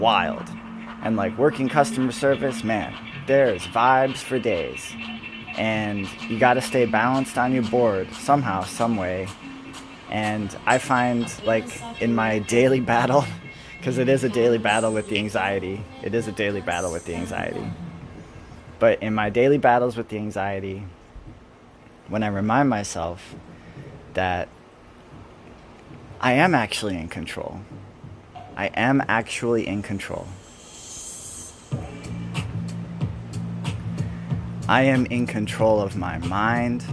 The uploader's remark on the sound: From a rain-quenched (apagado por la lluvia) and vibey (vibraciónisma) weekend eve here in the Sonoran desert of northern Mesoamerica. Recorded this EAT on my dumb phone, por favor disculpe if the audio is perhaps not Rogan-level.